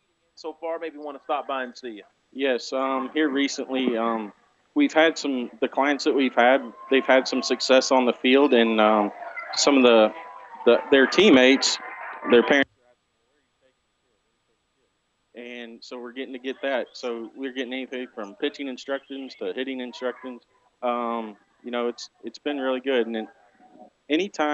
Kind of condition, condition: setting, outdoors